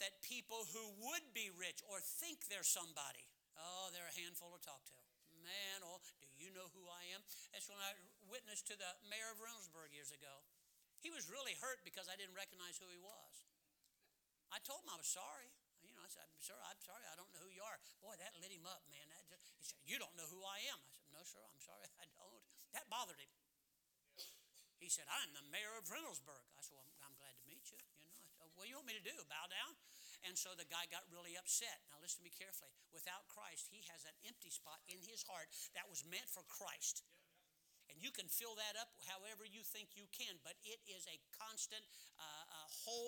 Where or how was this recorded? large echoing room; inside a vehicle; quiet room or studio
large echoing room